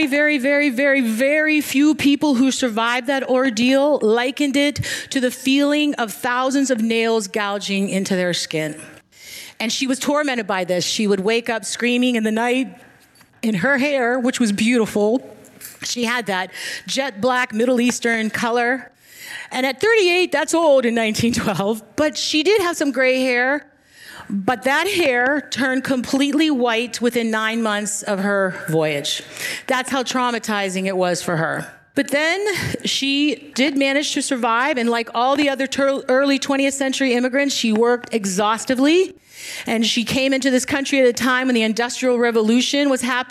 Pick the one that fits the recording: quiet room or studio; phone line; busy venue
busy venue